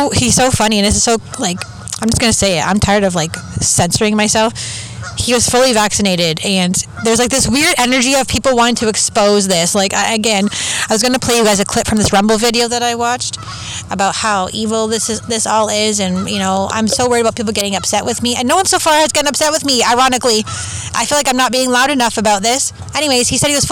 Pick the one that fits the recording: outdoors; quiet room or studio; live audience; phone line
outdoors